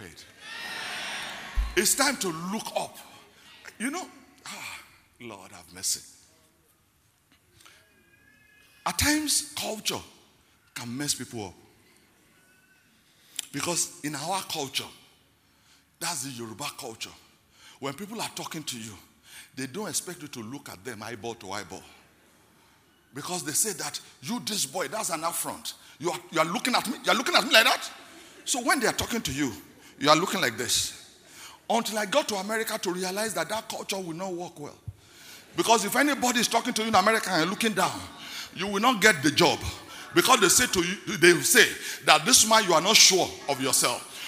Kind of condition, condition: setting, live audience